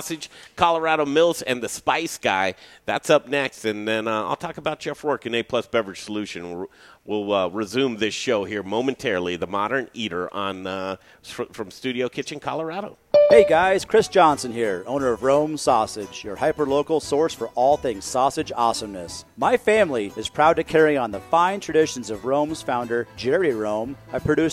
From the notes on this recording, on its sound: We're live from Grays Coors Tavern in Pueblo.